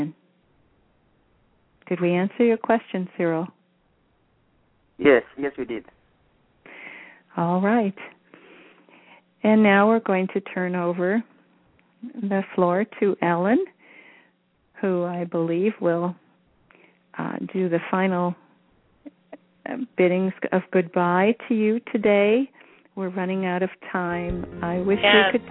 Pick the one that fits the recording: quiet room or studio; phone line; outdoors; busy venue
phone line